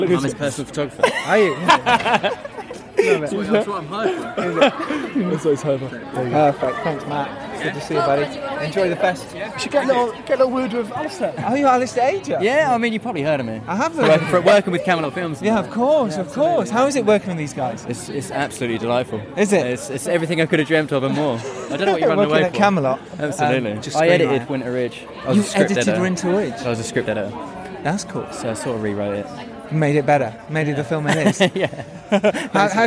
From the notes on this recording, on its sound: LIVE from the London Independent Film Festival.